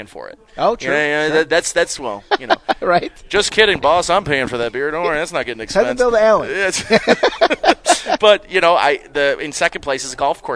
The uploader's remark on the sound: Live from Batavia Downs.